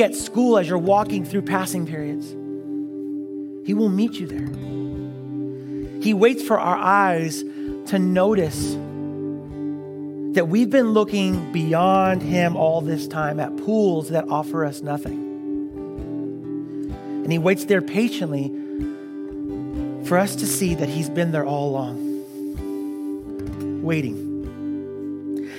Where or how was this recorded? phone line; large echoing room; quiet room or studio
large echoing room